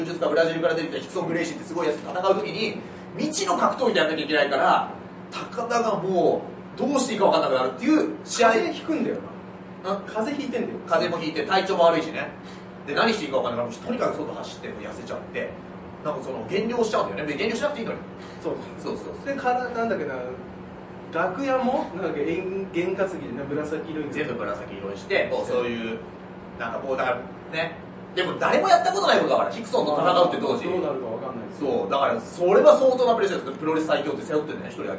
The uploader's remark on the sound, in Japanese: 秋葉原ZERO-Gで行われた公開収録ライブ。